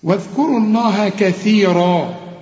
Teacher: الراء ما دام مفتوحة تبقى مفخمة